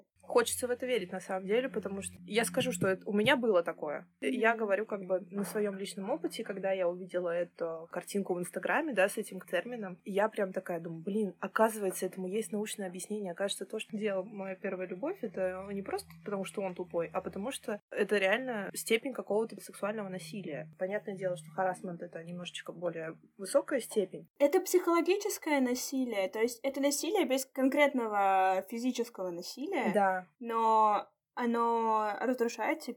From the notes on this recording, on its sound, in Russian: Записывала в неблагоприятных условиях, поэтому просим прощения за звук.